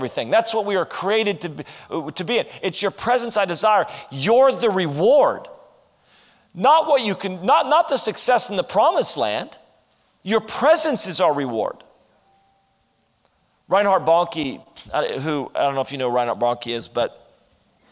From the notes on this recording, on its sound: This is session 1 from our Ignite Conference.